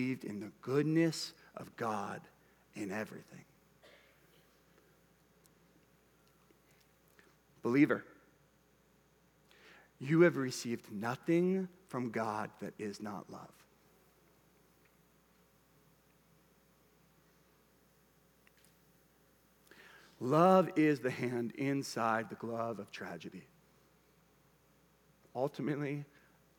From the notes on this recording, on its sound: Preached at Bethel Church, Cedar Lake Campus.